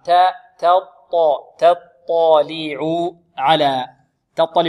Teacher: ويحترز قارئ القرآن من أن تتأثر التاء بالطاء فتفخم ماذا؟ تفخم التاء مع الطاء، فلا بد من ترقيق التاء